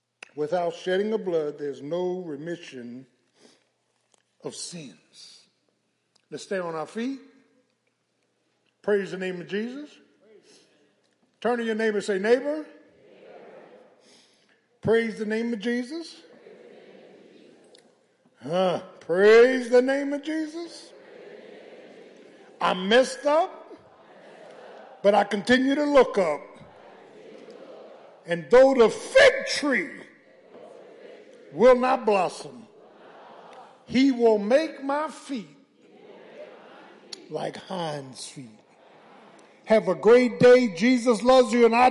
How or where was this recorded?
large echoing room